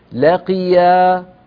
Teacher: القاف المكسورة في أدنى مراتب التفخيم